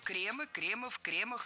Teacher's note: Ударение сохраняем на первом слоге во всех формах. И обратите внимание, в именительном падеже множественного числа окончание «ы», причем безударное «кремы».